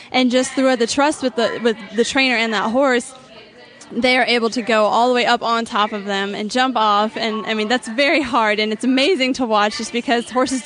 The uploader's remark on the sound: On Location at John Henry Memorial Adoption Fair. Stable Scoop was on location at the John Henry Memorial Adoption Fair at the Kentucky Horse Park over the weekend and what a fun event it was. Enjoy the flavor of the Kentucky Horse Park on a hot summer night.